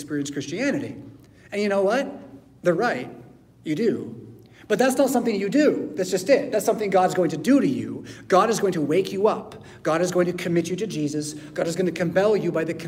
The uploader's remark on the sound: Preached at St Paul Lutheran Church , Rockford, Illinois on Sunday July 23rd, 2023.